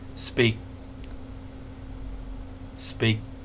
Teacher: not stop go as in speaking, but stop as in speak